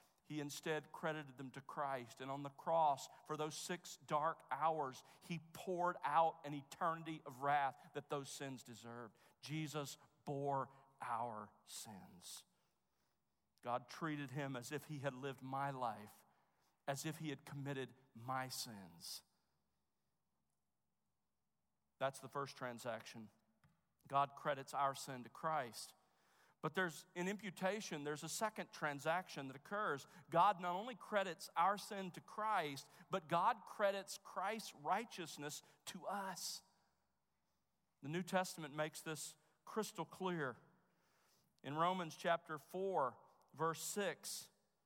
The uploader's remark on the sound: Chapel at The Master's University on October 23, 2015